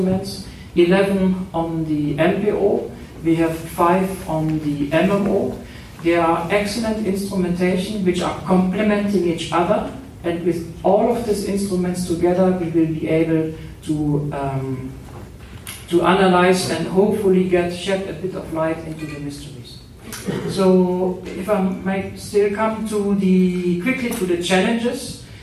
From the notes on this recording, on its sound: I was at the launch press event at ESOC in Darmstadt to follow the launch and to record a couple of interviews. Recorded in the middle of the night at ESOC.